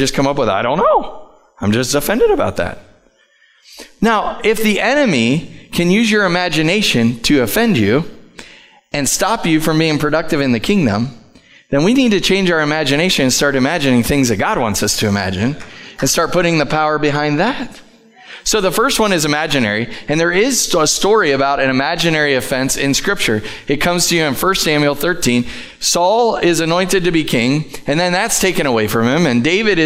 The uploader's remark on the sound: Live from The Summit Church in Dover, OH